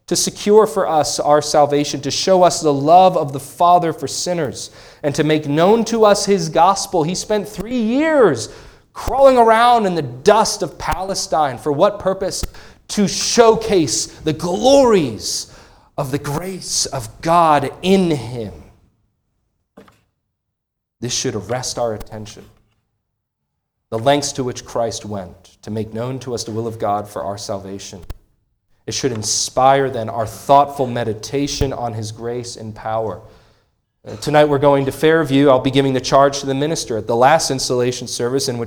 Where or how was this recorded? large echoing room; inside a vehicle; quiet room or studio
large echoing room